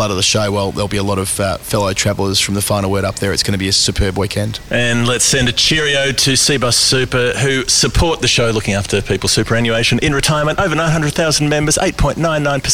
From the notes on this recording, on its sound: Recorded in the Ladies Stand at the SCG as summer rain fell the day after the Test.